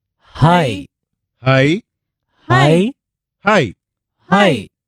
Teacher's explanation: This is different from our I in that the English I is long when compared to Telugu. · Term: diphthong